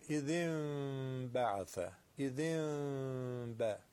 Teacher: ما باید در این حالت غنش هم نگه داریم، لبامونو کمی باز نگه میداریم · Term: قلب به میم